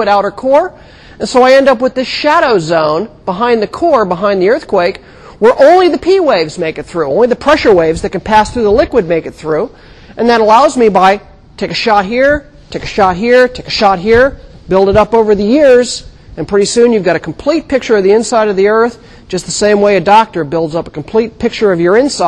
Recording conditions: large echoing room